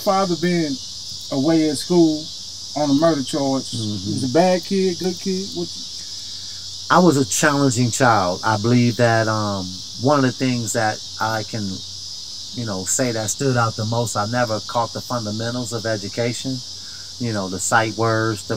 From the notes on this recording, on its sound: Hang Out in the Urban Born Garden